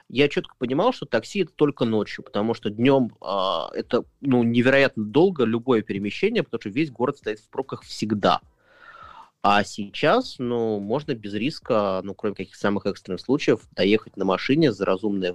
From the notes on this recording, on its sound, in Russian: Это запись эфира в Клабхаусе